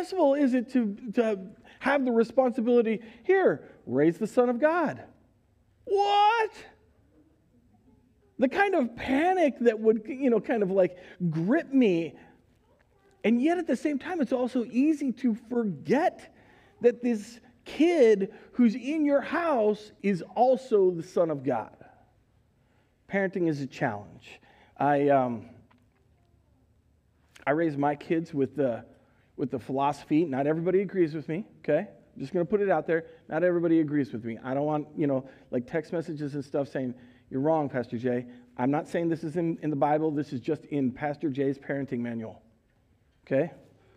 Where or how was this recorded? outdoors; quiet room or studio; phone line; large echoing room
large echoing room